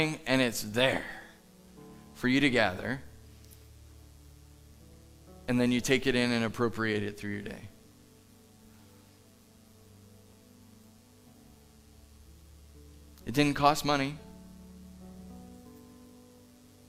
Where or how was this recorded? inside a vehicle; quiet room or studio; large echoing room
large echoing room